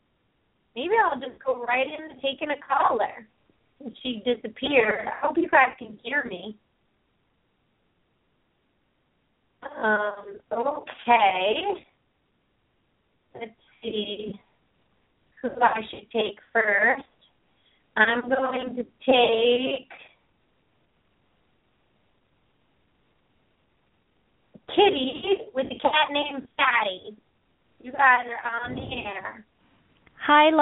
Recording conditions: phone line